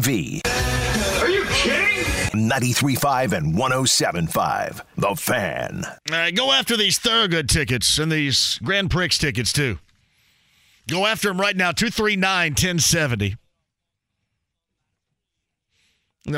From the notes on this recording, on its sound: He then opens the phone lines up! The show concludes with a few more phone calls!